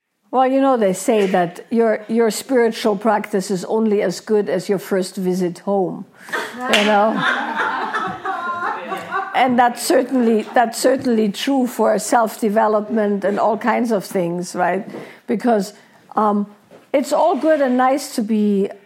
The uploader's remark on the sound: hosts a Q&A in her Wild Woman’s Way live workshop